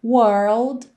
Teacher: lembra que a gente faz primeiro até o R e depois põe o L